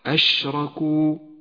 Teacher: ينتشر حرف الشين في الفم فيتقوى ويتوضح. أشركوا، وحرف الشين هو حرف التفشي الوحيد. · Term: صفة التفشي